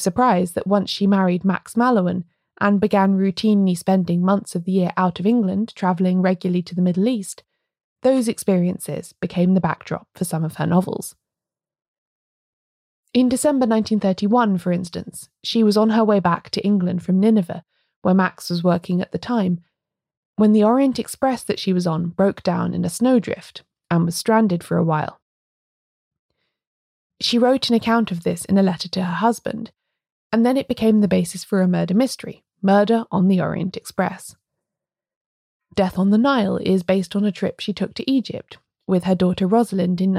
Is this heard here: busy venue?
no